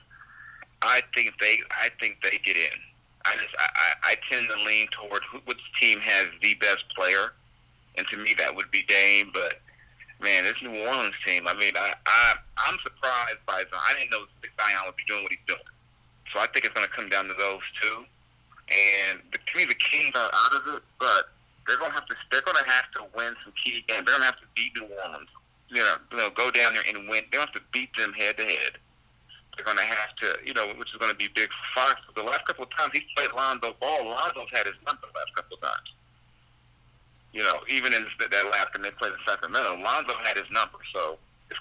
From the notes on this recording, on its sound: The Sacramento Kings beat writer from The Athletic, over the phone.